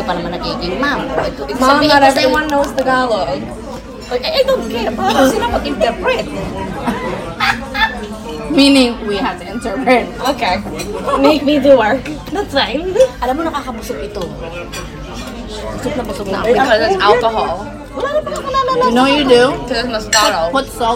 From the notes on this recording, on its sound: We took our moms to dinner on Saturday night (excuse the restaurant ambient noise!).